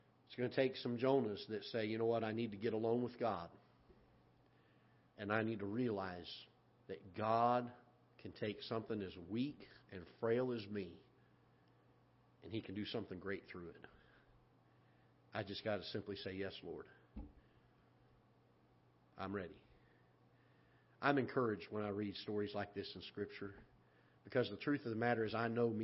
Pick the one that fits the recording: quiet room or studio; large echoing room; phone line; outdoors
large echoing room